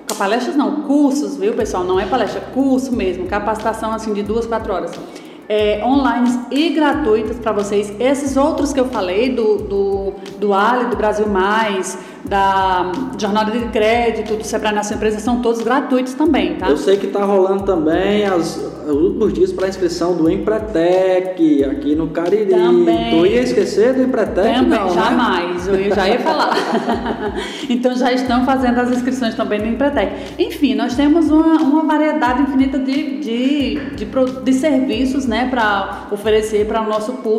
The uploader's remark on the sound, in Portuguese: Este terceiro episódio foi gravado na palestra. Na palestra que faz parte do ciclo promovido com intuito de capacitar cada vez mais o varejo de Brejo Santo.